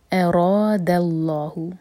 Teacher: حمزہ light, را heavy, اس کے بعد دا لائٹ، اراد، اور پھر اس کو ہم آگے کنیکٹ کریں گے لام سے.